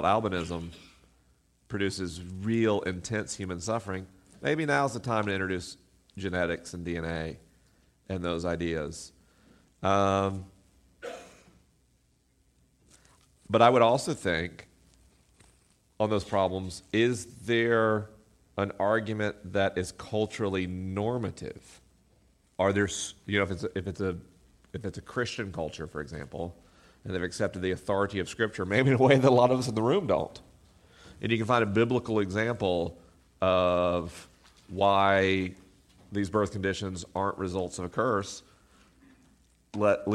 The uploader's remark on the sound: LIVE in Portland, OR. This week is a live episode.